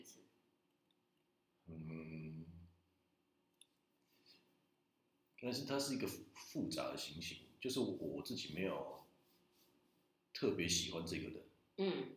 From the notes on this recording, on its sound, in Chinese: 首集音質不佳。風和日麗的午後。